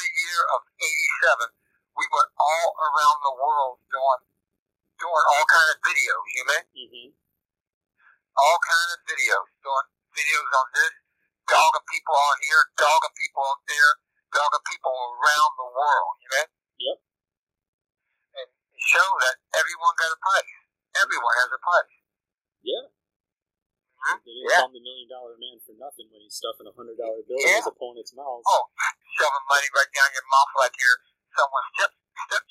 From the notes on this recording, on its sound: This interview was conducted over the phone and cleaned up audio wise the best we could.